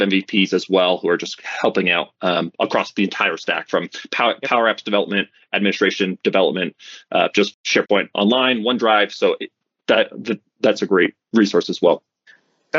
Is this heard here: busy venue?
no